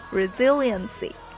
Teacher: 舌侧音 L 后边还有一个小耶在里边